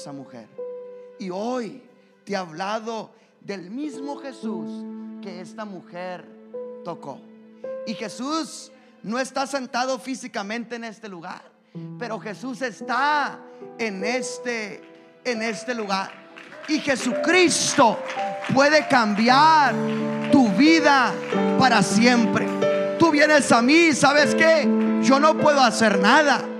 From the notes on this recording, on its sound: a service recording from Connect Point UPC